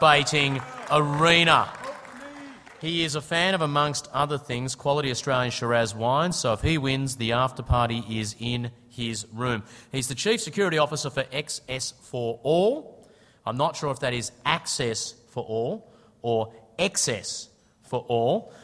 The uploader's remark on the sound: What you're about to hear is the speed debating panel from AusCERT's 2010 conference.